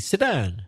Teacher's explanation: we don't bother to pronounce the T from sit. It kind of merges with the D.